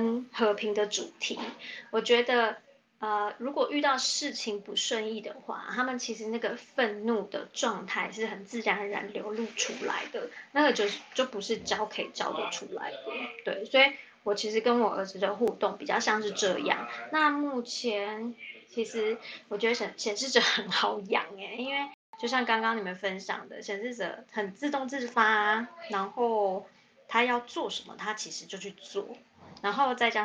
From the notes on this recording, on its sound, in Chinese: 本集內容有一些小孩子的背景音。此音檔是由club house直播中錄製的。故音質無法與專業麥克風及錄音室錄製比較。